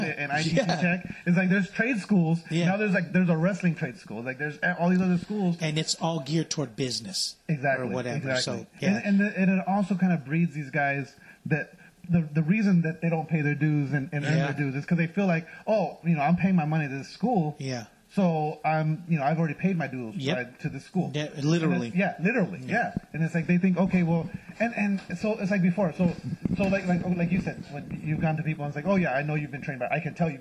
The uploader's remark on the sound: Live from MetroFlex 2.0 in Hawaiian Gardens.